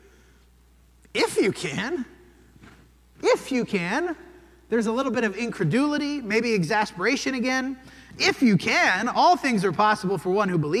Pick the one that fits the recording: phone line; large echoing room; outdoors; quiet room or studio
large echoing room